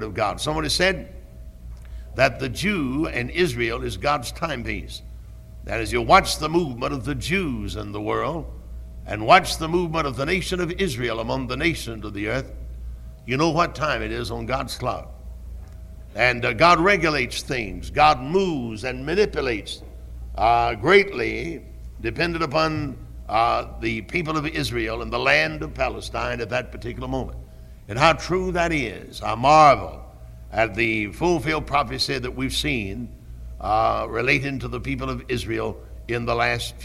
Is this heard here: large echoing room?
yes